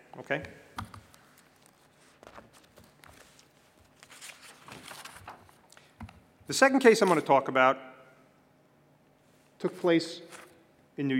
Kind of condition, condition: setting, large echoing room